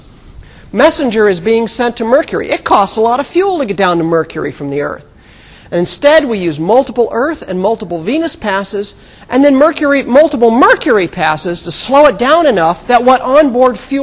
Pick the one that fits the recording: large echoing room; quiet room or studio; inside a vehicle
large echoing room